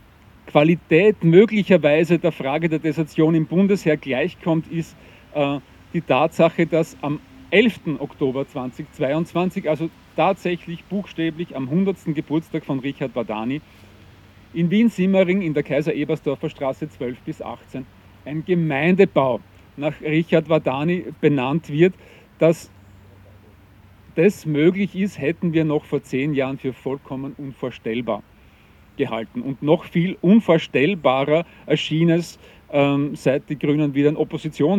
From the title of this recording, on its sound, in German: Gedenkveranstaltung für die Opfer der NS-Militärjustiz am 26. Oktober 2022 im Donaupark in Wien-Kagran